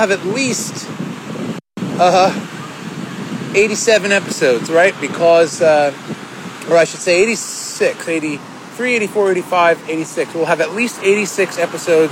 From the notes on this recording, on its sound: Seattle Work Trip #4. The audio is a little suspect here, as I was standing amidst the buffeting downtown winds directly at the base of the Space Needle in Seattle, WA.